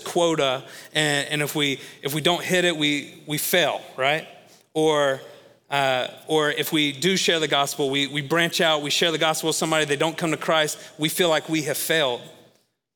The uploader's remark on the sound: Recorded live at Long Hollow Church.